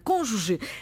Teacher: O seu acento tónico recai na antepenúltima sílaba · Term: esdrúxula